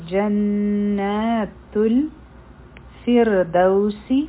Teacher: را به مونږ نری وایو ځکه چې د فا د لاندې کسره ده